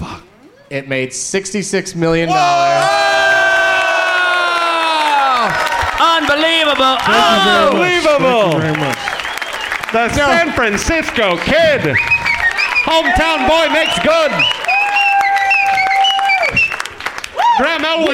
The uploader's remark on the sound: Live from Cobb's Comedy Club in San Francisco